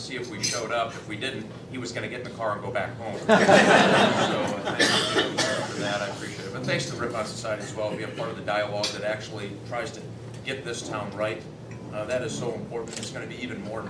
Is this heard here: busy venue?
yes